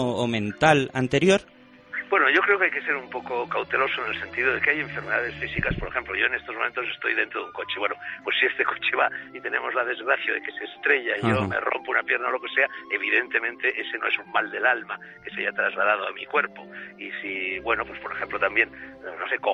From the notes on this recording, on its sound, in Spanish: Entrevista telefónica